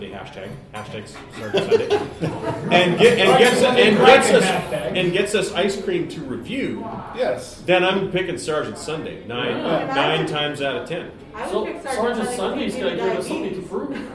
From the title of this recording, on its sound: Episode 380 – Live from Keycon 2022